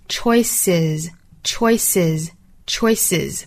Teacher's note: choices,就可以把它读成说是 limit your choices, limit your choices, limit your choices. Choice 这个词呢变成复数，因为它尾部是一个的发音，变成复数之后呢需要加一个元音 a, choices,之后再发 z